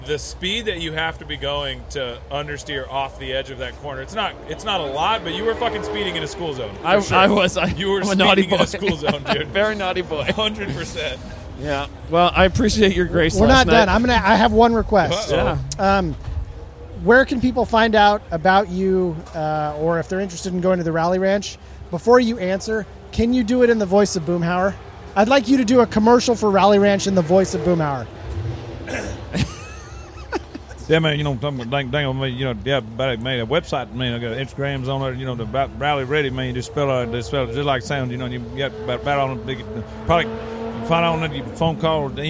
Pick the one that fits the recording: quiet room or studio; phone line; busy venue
busy venue